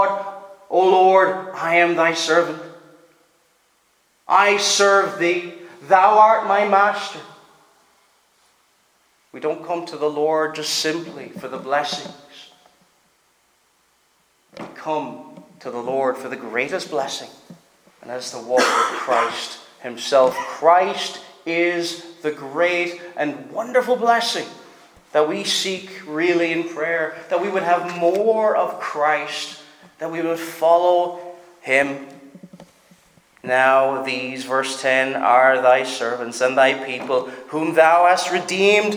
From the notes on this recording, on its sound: Preached at Stornoway Free Church -Continuing